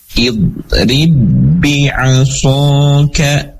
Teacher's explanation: Jadi apa kata yang pertamanya idrib, kata yang kedua bi asoka, maka ba yang pertama tidak lagi dipantulkan, tidak idrib, tapi langsung masuk ke dalam ba yang kedua · Term: idgham mutamatsilain